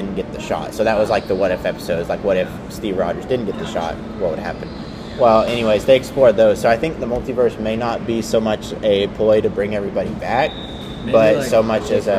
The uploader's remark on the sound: Our microphone didn't plug in all the way, so it was just recording from our laptop's microphone, which is way worse quality, so we are very sorry for all the background noise. The computer was facing Me, so it picked up his voice better.